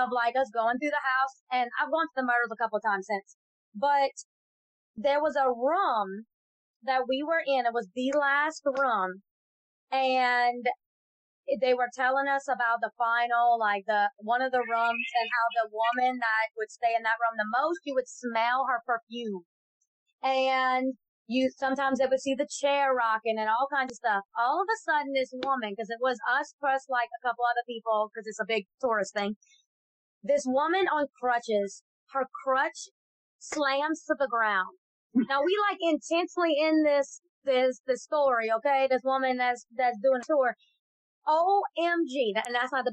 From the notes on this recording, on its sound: Excuse the audio, first timers here